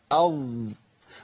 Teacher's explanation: الظاء بتخرج منين؟ طرف اللسان مع اطراف الثنايا العليا، بتاخد الهيئه دي لساني، ده في المخرج، تمام.